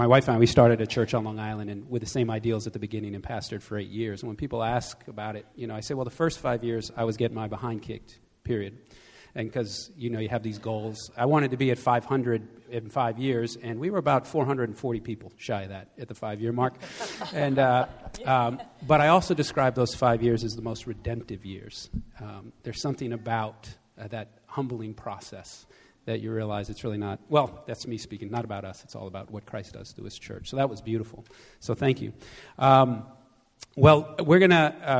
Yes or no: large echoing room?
yes